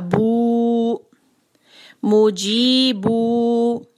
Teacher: با پہ ہے دمہ، ہونٹوں کو گول. مد تبعی کے لیے دو حرکہ بو مو جی بو.